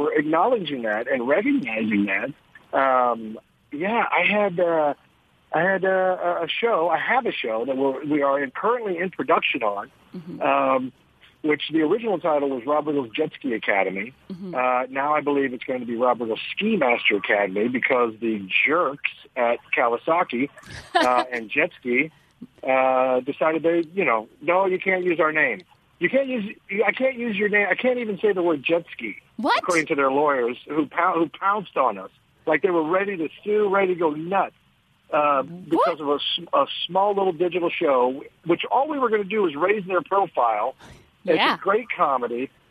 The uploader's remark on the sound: Live from Sky Harbor International Airport. Phones in from outside the ladies room at Sky Harbor International Airport.